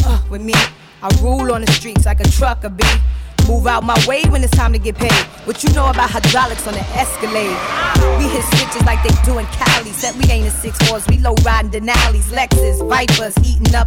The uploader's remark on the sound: Live In Da Mix - One Night at La Viva Bremen 4